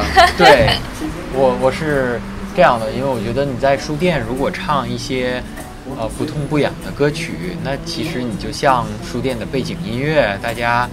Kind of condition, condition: setting, outdoors